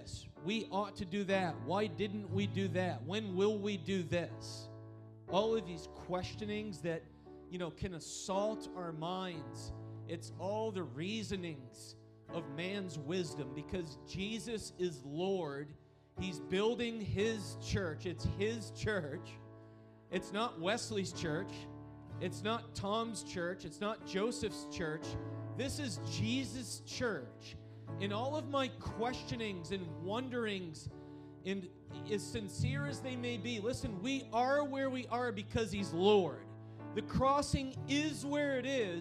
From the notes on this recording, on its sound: Recorded on April 16, 2023 at Crossing Life Church in Carmel, ME.